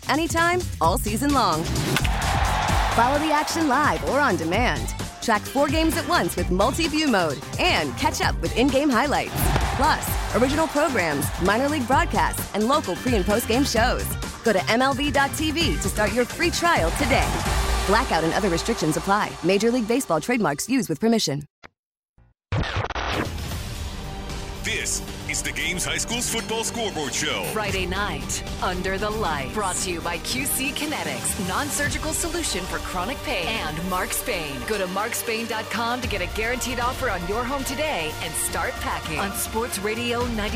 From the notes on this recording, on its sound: our reporters are out in the field on the rainy Georgia night